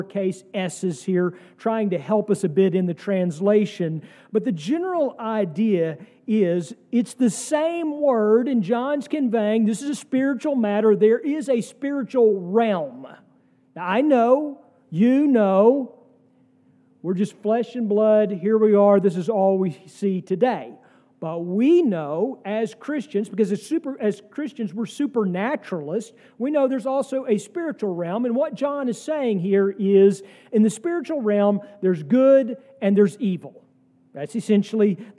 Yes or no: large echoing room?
yes